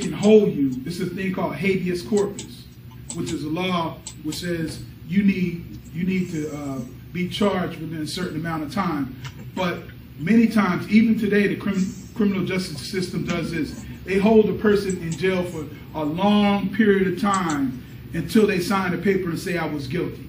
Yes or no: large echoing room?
yes